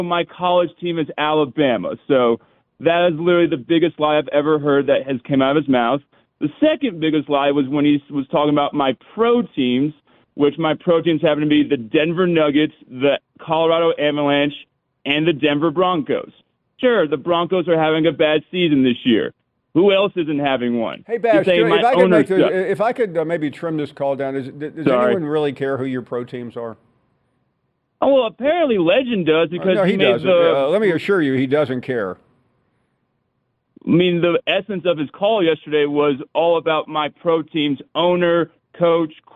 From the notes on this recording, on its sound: we squeeze in some of your phone calls